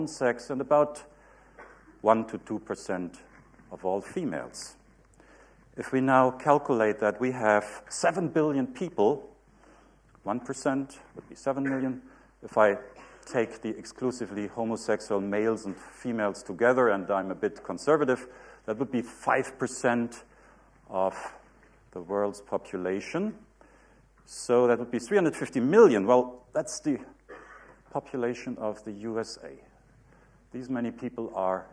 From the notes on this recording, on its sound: UCL Lunch Hour Lecture.